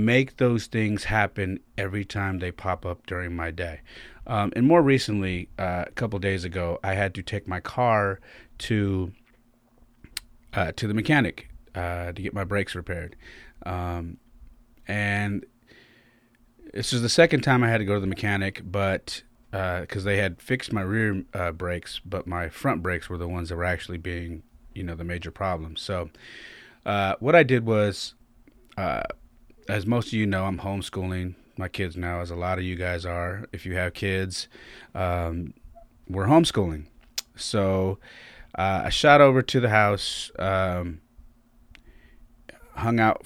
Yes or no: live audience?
no